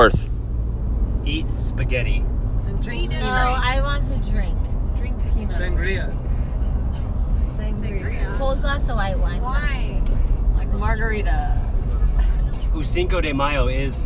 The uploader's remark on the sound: On way to Carmel. Family in the car.